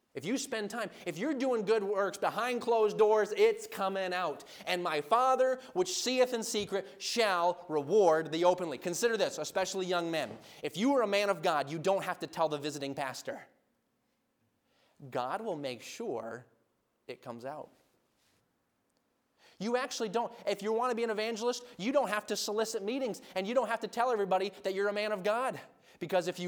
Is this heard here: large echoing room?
yes